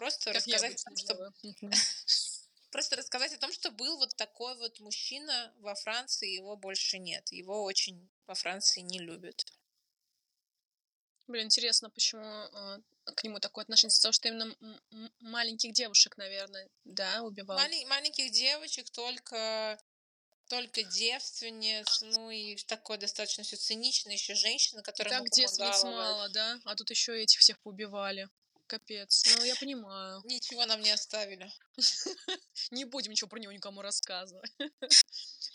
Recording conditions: poor sound quality